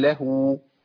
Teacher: وصلت ضمه الهاء بواو · Term: الصلة